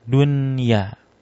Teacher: Nah, tapi karena dia satu kata ya, dunia ini satu kata, walaupun nun bertemu ya tapi satu kata, tidak jadi idgham